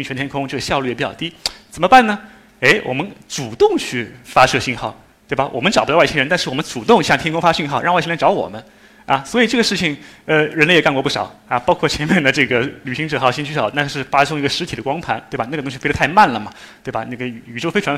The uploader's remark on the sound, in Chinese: 一席现场